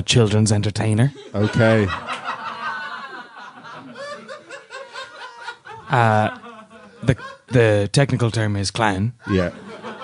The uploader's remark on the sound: Live at The Tightrope